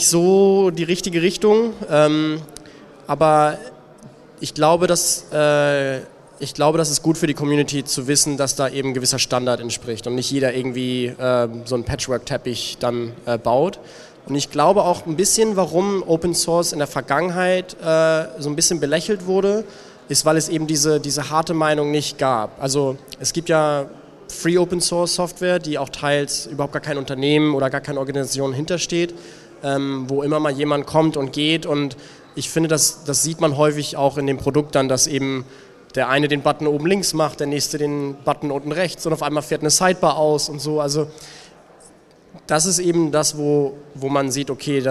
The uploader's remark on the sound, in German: Ersten Live-Aufnahme von Business unplugged, die ich im Rahmen des Waterkant Festivals.